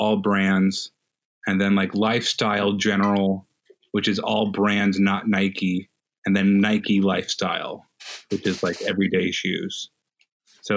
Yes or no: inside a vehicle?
no